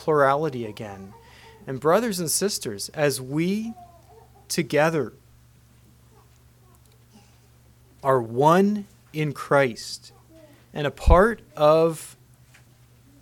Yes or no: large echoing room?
yes